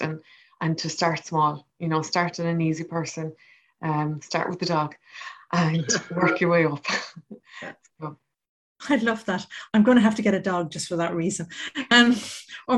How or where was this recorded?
video call